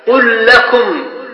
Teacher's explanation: إذن يجب إظهار لام الفعل في كل الحروف الهجائية إلا في حرفين اللام والراء، فإنه يضغم قل ربي قل ربي، وهكذا مثاله قل لكم ميعاد يوم، قل لكم وقل ربي. هنا أين ذهبت اللام الأولى؟ أضغمناها مع اللام الثانية من باب إضغام المتماثل فيما يتعلق بالراء والمتقاربين.